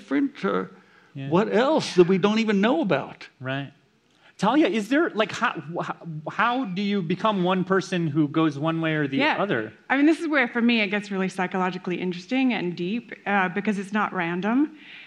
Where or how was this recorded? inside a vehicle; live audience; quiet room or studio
live audience